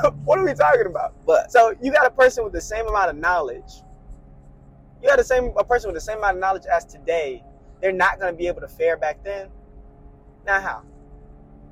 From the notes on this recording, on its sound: Just some kids who're talking about real life, in the car. CLEAR AUDIO.